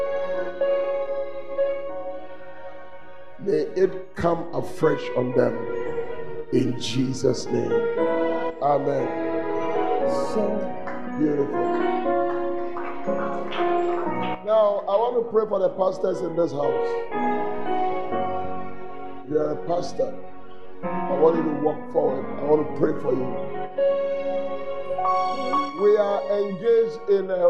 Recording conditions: large echoing room